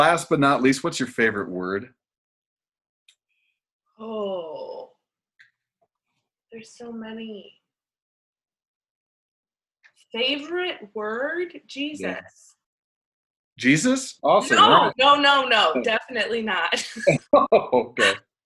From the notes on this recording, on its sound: This episode we Zoom-ed up